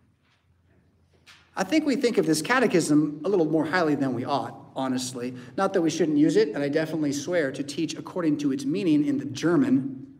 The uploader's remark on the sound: Preached at St Paul Lutheran Church , Rockford, Illinois on February 4th, 2024.